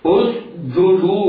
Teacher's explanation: بهمزة وصل مضمومة بعدها سين ساكنة غير مقلقلة بعدها جيم مضمومة شديدة